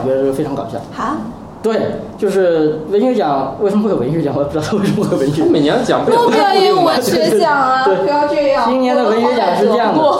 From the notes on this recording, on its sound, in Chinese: 本期节目为在张大妈办公区用录音笔录制，可能有街道上的杂音，请见谅。